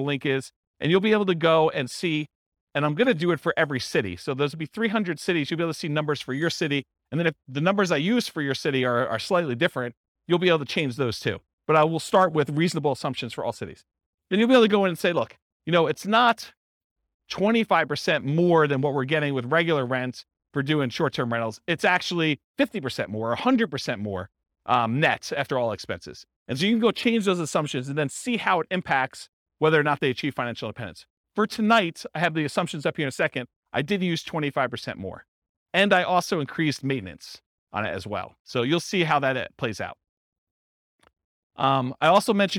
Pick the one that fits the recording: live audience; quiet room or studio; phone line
live audience